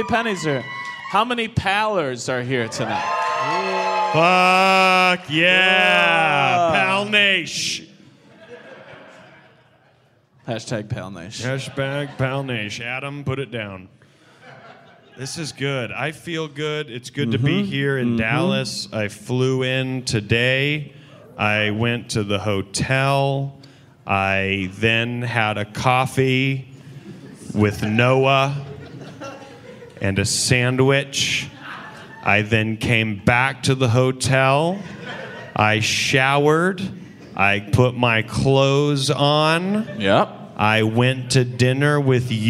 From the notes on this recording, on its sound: LIVE from Dallas. This week we bring you a very special live episode from the Dallas Comedy Festival!